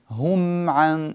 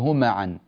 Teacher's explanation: هم عن، لا تقلقل الميم، لا تقول هما عن، لا تفتح شفتيك قبل أن تنتهي من تمام لفظ الميم وهو أول بداية حرف العين · Shown in: first take